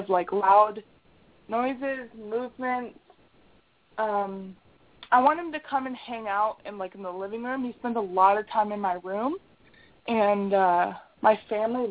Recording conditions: phone line